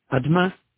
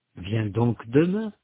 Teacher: Vous remarquez que le mot « demain » n'est pas prononcé de la même façon dans les deux cas. Dans le premier, le « e » n'est pas prononcé. Dans le deuxième, il est prononcé. · Term: E instable